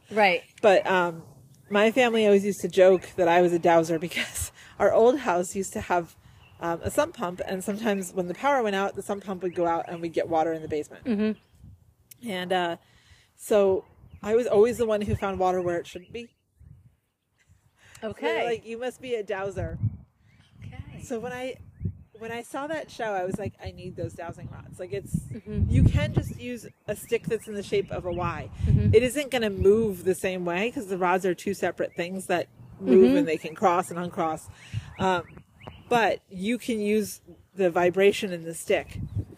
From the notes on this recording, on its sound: Live from the Ley Line. Record live from their local ley line.